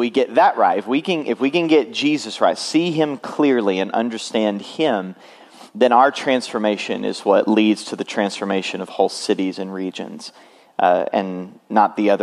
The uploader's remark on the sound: Full Sunday Service